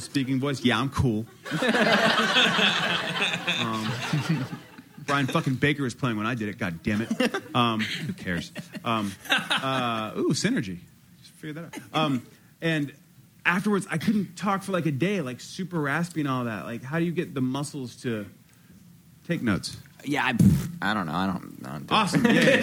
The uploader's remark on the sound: Recorded in front of a live audience at Brooklyn's Union Hall.